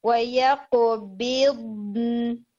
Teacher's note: بود اور نون دونوں کی ساؤنڈ موو نہیں کرے گی، قلقلہ جو ہے وہ صرف قاف پر ہے. پہلے بود کو رن کریں گے پھر نون کو.